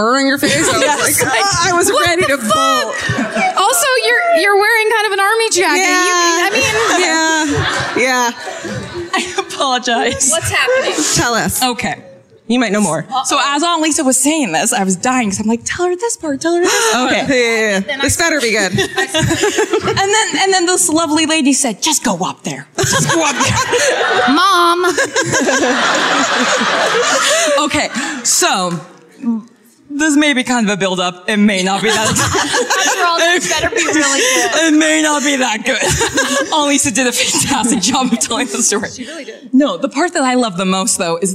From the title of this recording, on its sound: Live at Revolution Hall in Portland (2017)